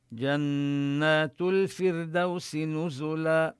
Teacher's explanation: نبين الغنة في النون المشددة من لفظ جنات. وجنات الفردوس نظهر اللام لأن الفاء من الحروف القمرية، الفردوس، وهنا الراء حكمها أنها ترقق، سكنت وجاء قبلها كسر لازم.